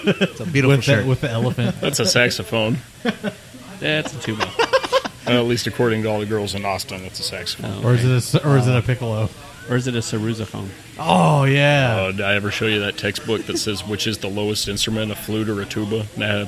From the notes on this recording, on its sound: We are on location at a local establishment in Arlington that we all frequent often, Kool Keg.